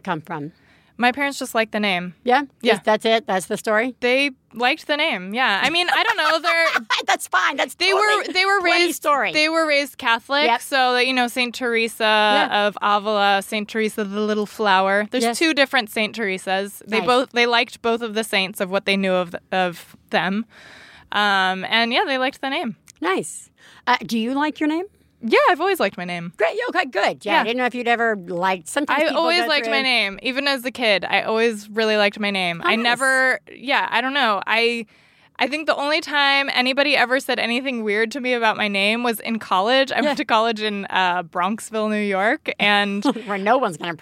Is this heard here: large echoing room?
no